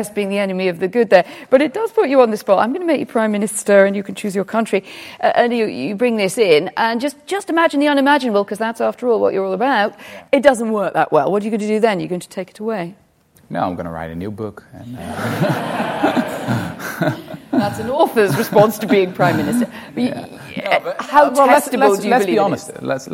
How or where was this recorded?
live audience